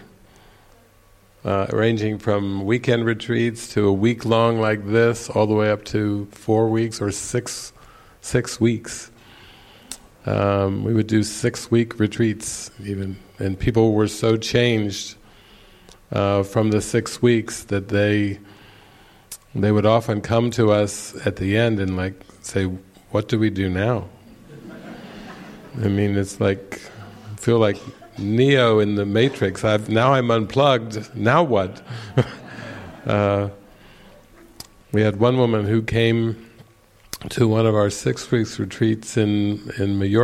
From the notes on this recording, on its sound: This session was recorded during the Into the Kingdom retreat in the morning of October 13, 2019, at the Castle De Berckt in Holland.